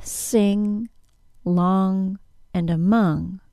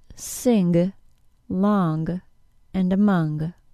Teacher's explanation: The NG sound, is different from the N sound, n, and it doesn't include a G sound, g. · Shown in: first take · I most often hear an accidental G sound added to the NG sound at the end of a word.